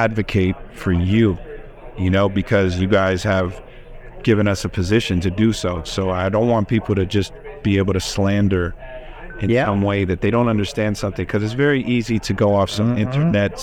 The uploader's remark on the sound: Recorded on-site at Benzinga Cannabis Conference.